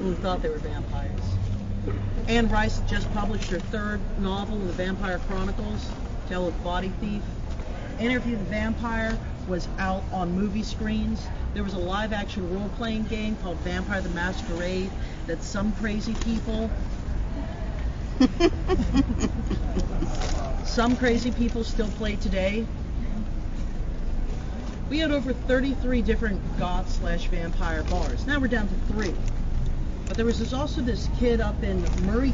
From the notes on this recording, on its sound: During my time in NOLA I manage to record the story while on the tour.